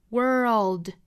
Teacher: world 卷舌之后再去找舌侧音